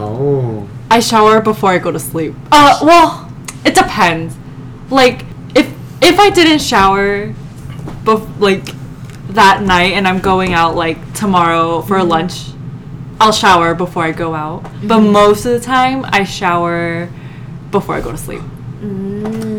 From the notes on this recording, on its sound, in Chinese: 麥克風只有一隻所以雜音比較多請大家見諒！